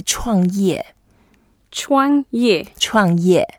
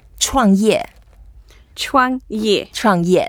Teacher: Both are fourth tones, and we know the fourth tones in Chinese. We just make the voice down and down, not the down, down, low.